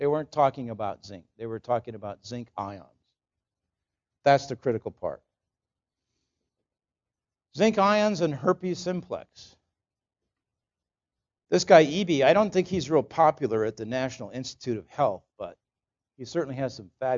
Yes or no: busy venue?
no